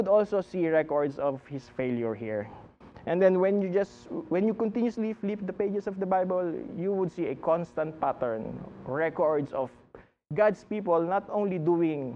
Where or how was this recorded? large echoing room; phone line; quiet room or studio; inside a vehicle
large echoing room